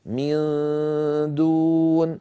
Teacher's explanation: من دون، أيضا النون مخفى عند الدال، والدال ليست من حروف التفخيم، فلذلك كان صوت النون المخفى مرقق